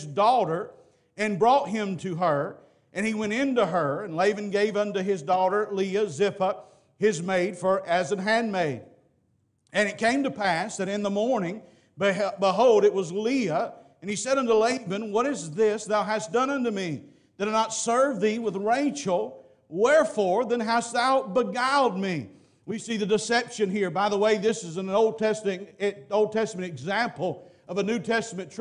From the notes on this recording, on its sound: Preached at Parkview Baptist, Waco Tx.